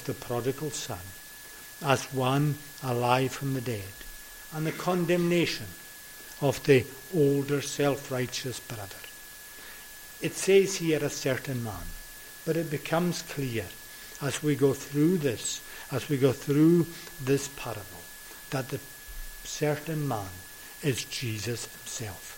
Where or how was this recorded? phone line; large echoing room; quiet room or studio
large echoing room